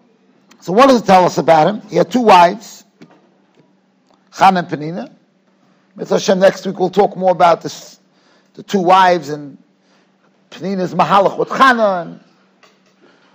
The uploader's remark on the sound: Shiur recorded in Yeshivas Ohr Reuven, Monsey, NY.